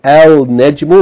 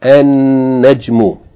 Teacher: so the lam is going to be merged into the noon · Shown in: second take · idgham, and the noon is going to take a shadda to indicate it's going to be doubled. · And therefore the rule here is that when a word begins with a sun letter, if you add alif lam to that word, you do not pronounce the lam, the L sound · Term: huruf shamsiyah